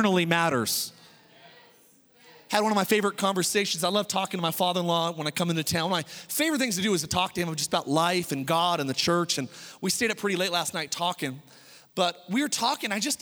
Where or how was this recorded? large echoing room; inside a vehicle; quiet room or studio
large echoing room